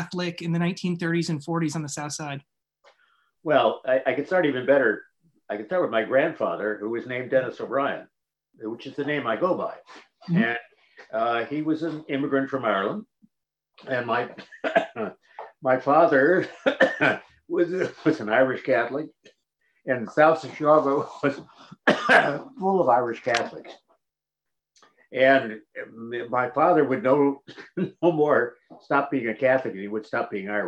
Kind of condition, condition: link, video call